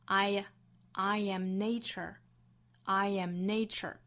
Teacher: I am 连读有一个小 y 的音